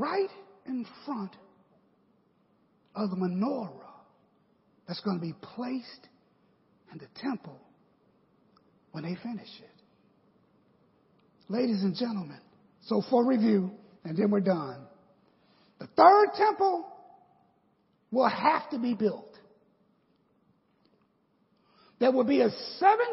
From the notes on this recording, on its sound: The 5-Part Bible Class Series taught at Victory Apostolic Matteson IL.